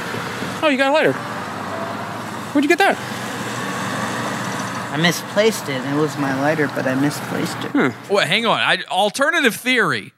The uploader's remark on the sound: Livestreams while walking around downtown Santa Cruz. Theres a few minutes of missing audio as a result, just skip ahead.